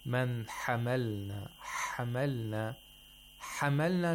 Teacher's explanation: … pronounced the ha with too much buha. It sounded like a kha